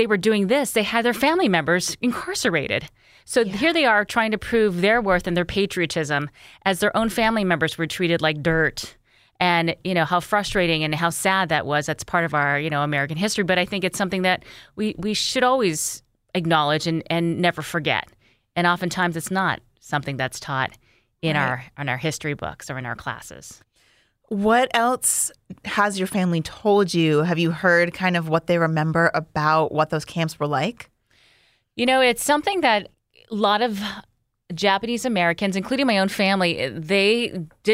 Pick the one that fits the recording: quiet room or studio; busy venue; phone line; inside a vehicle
quiet room or studio